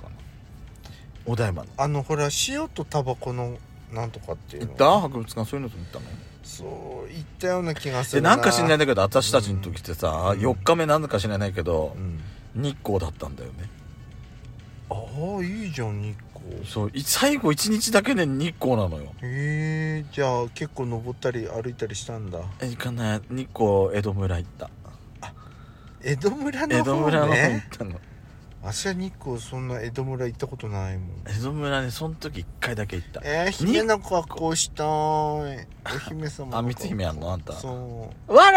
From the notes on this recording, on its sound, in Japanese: パーキング収録